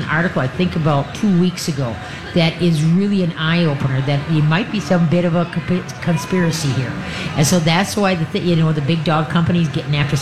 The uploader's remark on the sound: LIVE from the Great MN Get Together!